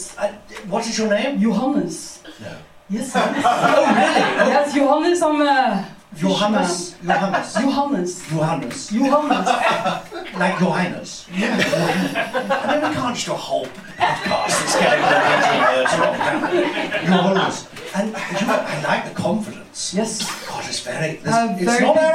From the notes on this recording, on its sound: Live recording at the Museum of Comedy!